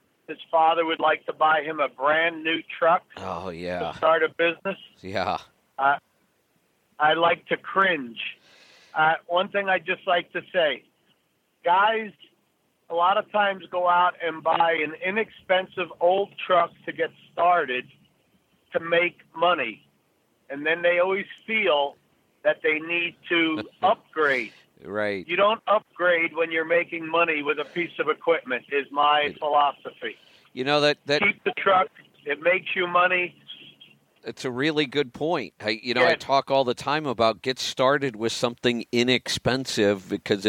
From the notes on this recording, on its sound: Call in Question and Answer Show